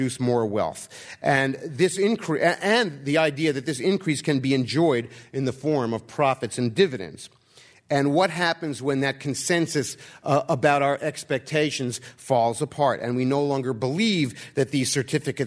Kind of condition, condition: setting, live audience